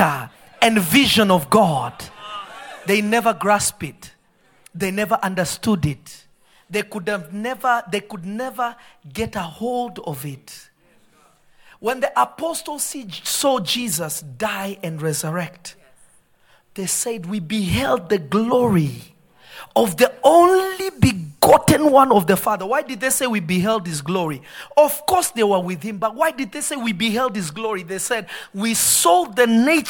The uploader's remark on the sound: This episode was recorded live at Revelation Church. In Simi Valley.